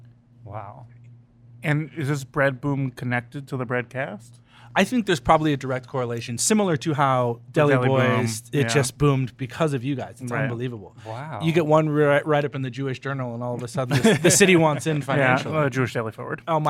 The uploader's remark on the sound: Live at BugCon. Special episode recorded at BugCon 2019 at the Burbank Airport Marriott in Burbank, California.